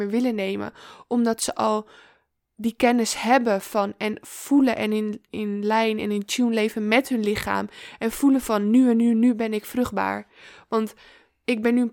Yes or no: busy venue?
no